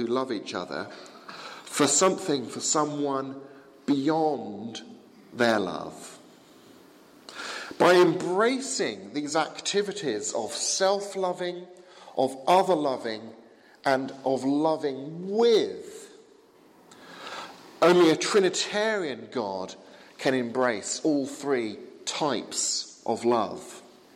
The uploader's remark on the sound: Sermon from the 11 am service at Highfield Church, Southampton, 19th February 2017.